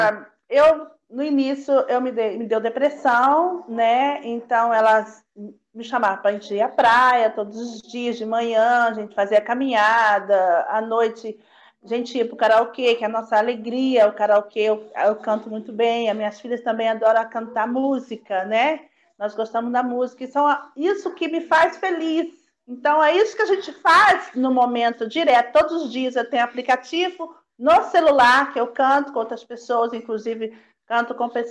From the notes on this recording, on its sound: This conversation took place via a video format and converted to audio-only for our podcast audience.